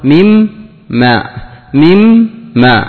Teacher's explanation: قلبت النون الساكنة ميما وأضغمتها في الميم، ميم ما، لا ما في إخفاء، ما فيها إخفاء، أضغمتها إدغاما، قلبتها ميما وأضغمتها في الميم، ما فيها إخفاء، تتأخر بمقدار حركتين في الإدغام الناقص.